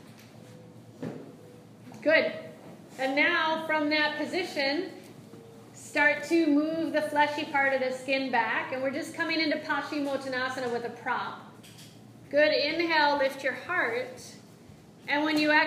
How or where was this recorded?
live audience